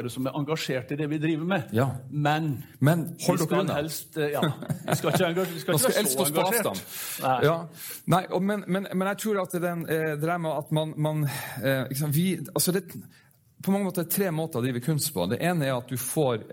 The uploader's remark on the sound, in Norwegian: Live-utgave!